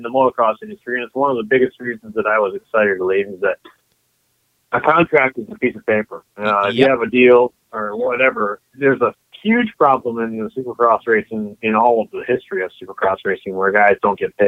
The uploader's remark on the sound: Gets on the phone with friend of the show.